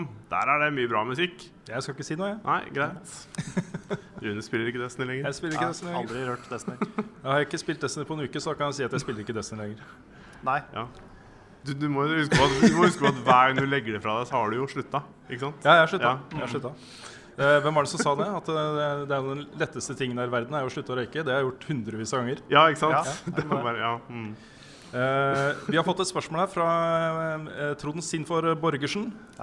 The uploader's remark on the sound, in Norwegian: For første gang spilles hele Level BackUp inn foran et live-publikum! Vi satt på spillkonserten Score på Oslo konserthus, der vi podcastet for publikum som ventet på å komme inn på konserten.